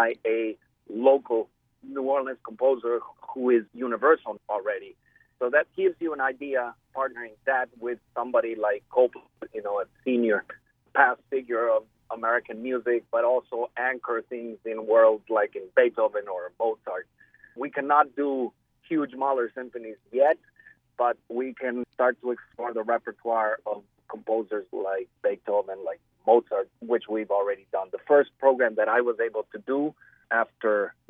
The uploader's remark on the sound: joins us by phone